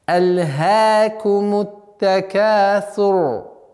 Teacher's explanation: Буква «ра» в данном случае огласовка аннулируется, переходит в сукун, и она произносится твердо, так как впереди стоящий звук с огласовкой «дамма» · Term: правило «ра»